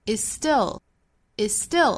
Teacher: da da da dada，后面 is 和 still is 尾部的这个 z 的发音和 still 打手的 s 的发音又是相同口型发音，一个是浊音的 z，一个是轻辅音的 s，所以读的时候呢，我们为了发音顺畅，也是省略掉前面的 z 的音，发后面的 s